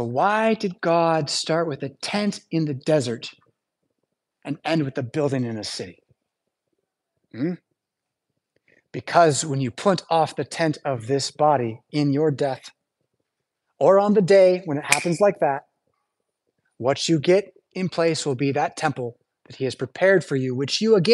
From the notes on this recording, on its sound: Preached at St Paul Lutheran Church , Rockford, Illinois on January 21st, 2023.